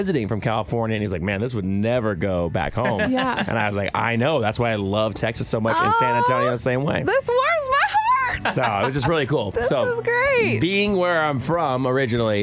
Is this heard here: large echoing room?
no